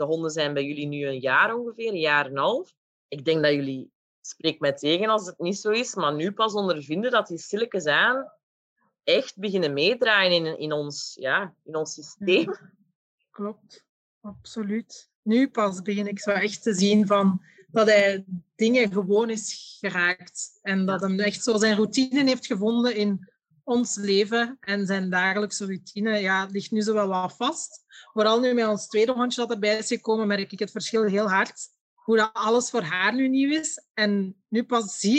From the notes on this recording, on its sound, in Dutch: In deze aflevering (online opgenomen)